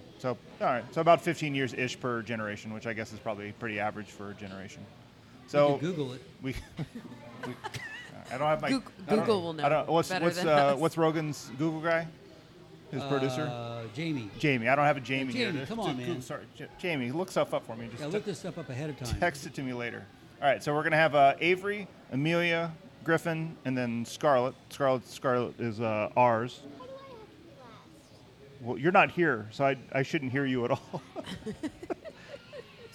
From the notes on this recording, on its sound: This episode was recorded in the new Dairy Store at Young's Jersey Dairy. This episode was recorded in the new Dairy Store at Young's Jersey Dairy.